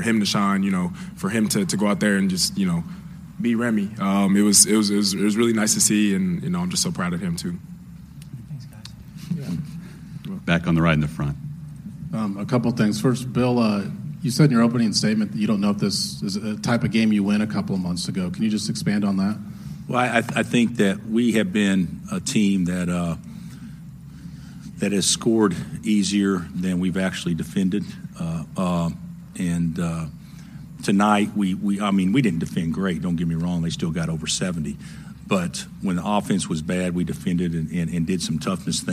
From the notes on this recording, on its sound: Postgame Audio From Kansas 2nd Round Win over Creighton. Hear the full post-game press conference.